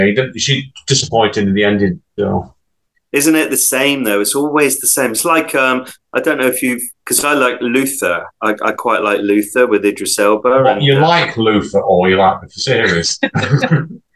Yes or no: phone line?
no